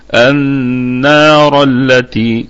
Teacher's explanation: والراء مفخمة في البدء يعني في الوقف عليها وفي الوصل. النار التي، يبقى هي مفخمة على أي حال.